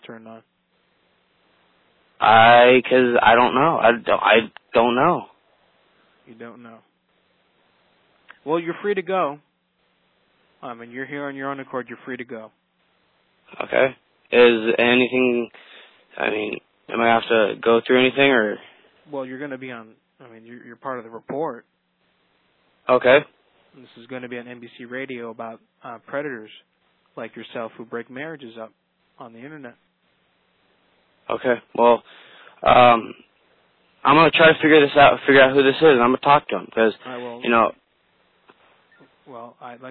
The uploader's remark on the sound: RBCP's Personal Prank Phone Calls Collection: Children Who Break Up Marriages.